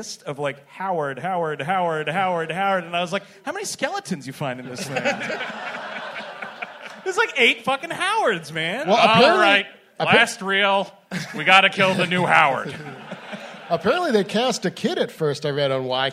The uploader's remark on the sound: Live! at the Bell House. We're releasing last month's sold-out show from Brooklyn.